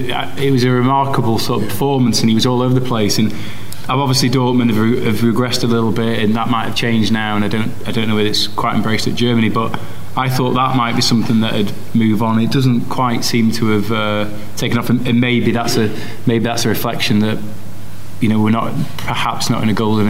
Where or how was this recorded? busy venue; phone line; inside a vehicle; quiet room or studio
busy venue